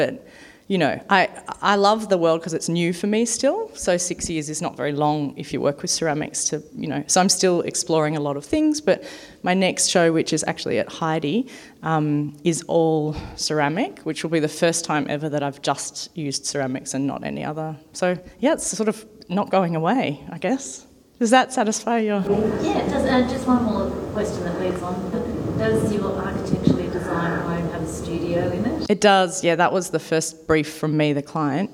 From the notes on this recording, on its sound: As part of the exhibition of A World Of One’s Own at Mornington Peninsula Regional Gallery in May 2021, this talk was held as a live event with an audience in the gallery.